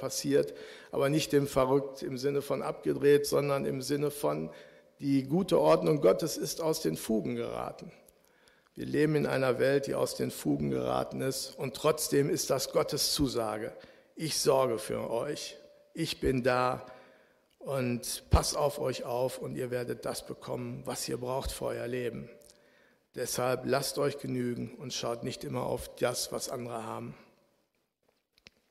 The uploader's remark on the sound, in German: Aufzeichnung der Predigt des Gottesdienstes